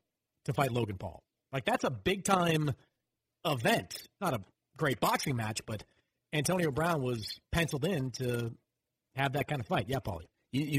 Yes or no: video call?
no